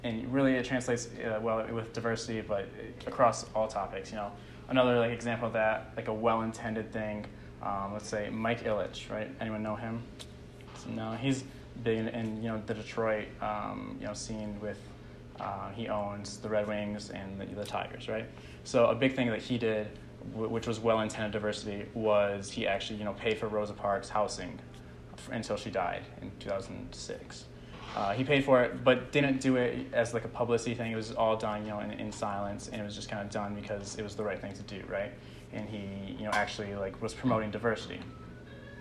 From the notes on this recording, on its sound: leads a discussion at the 2020 Cardinal Leadership Conference